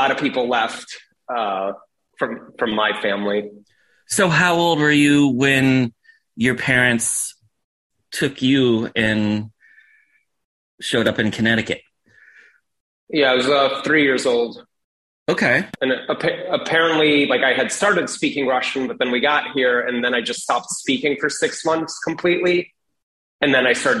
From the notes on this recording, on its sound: joined me over Zoom